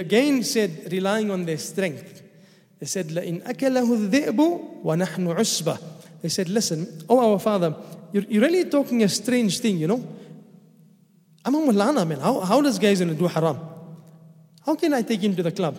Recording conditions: large echoing room